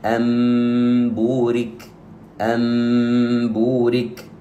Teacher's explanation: أقلب النون إلى ميم وأعطيها غنة قدرها حركتين ثم حرف الباء. أنبورك تصبح أمبورك، أمبورك بهذه الطريقة. · Term: الإقلاب